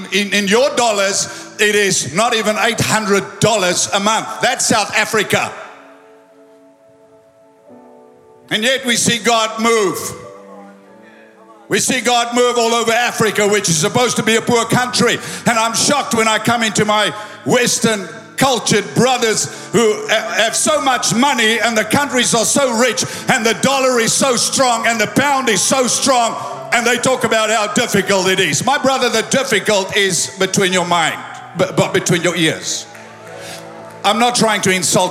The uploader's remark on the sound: Recorded live at Planetshakers Church (Melbourne) on Sunday 14th of January 2024.